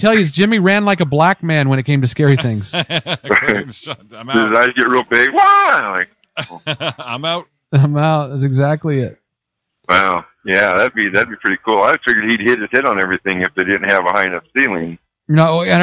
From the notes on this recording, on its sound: Phone Guests. No one in studio, but, the phones are lit up!